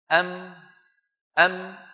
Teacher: خرجت الميم الساكنة بانطباق الشفتين